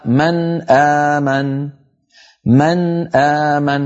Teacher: الاحتمال الرابع والأخير في التقاء الحرفين في لغة العرب أن يكون الأول من مخرج والثاني من مخرج بعيد عنه، كالنون من طرف اللسان مثلا أن مع الهمزة من أقصى الحلق، كقوله تعالى: من آمن، فالنون ساكنة من طرف اللسان والهمزة بعدها من أقصى الحلق، فهما حرفان متباعدان لأن المخرجين متباعدين.